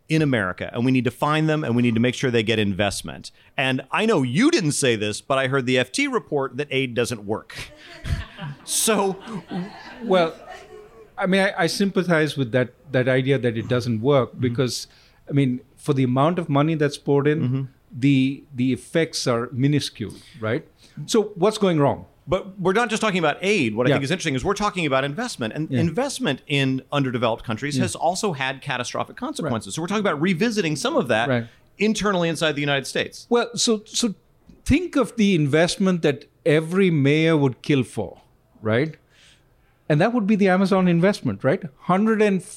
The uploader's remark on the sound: Alphachat Live! In a live conversation recorded at Penn Social, a bar in Washington DC.